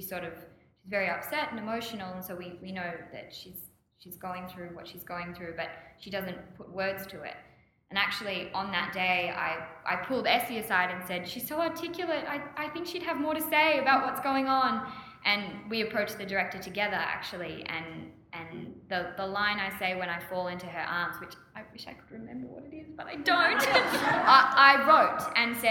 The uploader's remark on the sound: Live at Miss Fisher Con